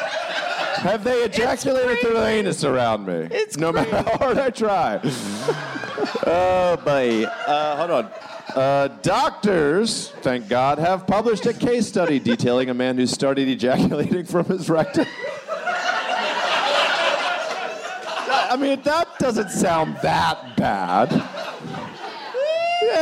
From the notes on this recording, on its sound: Bananas Live in Fort Wayne! It's Bananas live in Fort Wayne, Indiana!